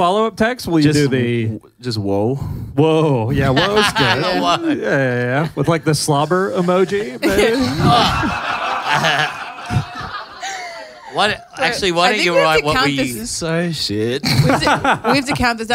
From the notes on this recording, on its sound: Live in Melbourne! Another killer live ep recorded in Melbourne.